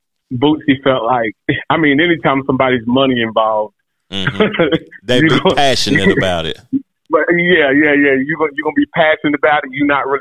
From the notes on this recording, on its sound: called into the show